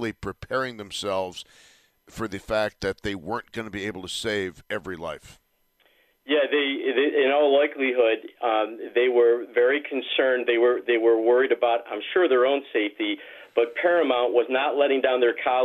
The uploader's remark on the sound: continues to take your phone calls